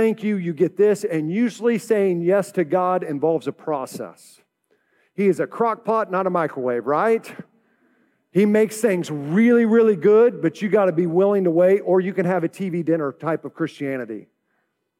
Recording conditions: large echoing room